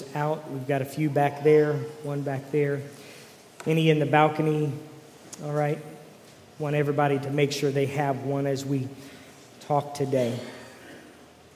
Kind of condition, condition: setting, large echoing room